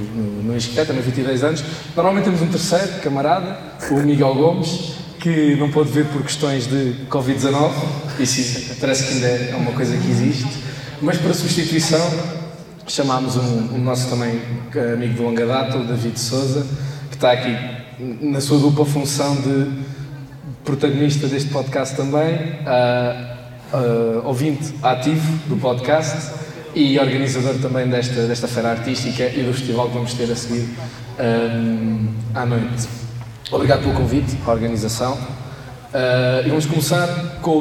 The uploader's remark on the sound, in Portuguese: gravado em direto a partir do festival Rabirruivo em Tomar